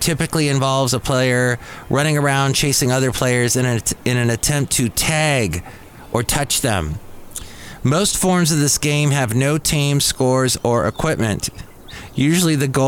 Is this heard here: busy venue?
yes